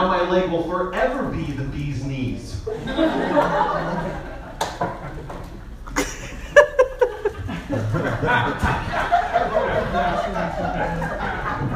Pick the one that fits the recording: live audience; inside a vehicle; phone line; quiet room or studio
live audience